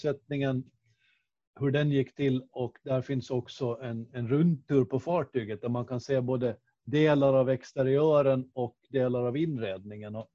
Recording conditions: video call